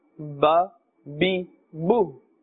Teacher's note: Ba comes from the lips, the wet part of the lips.